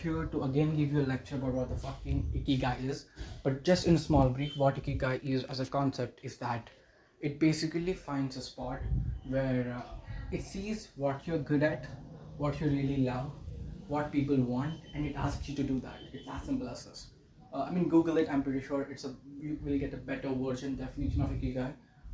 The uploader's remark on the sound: Sorry for the background noise...